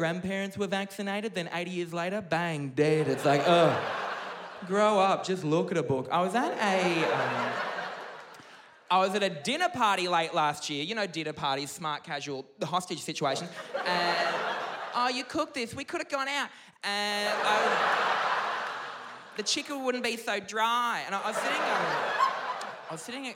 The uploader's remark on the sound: Live at Athenaeum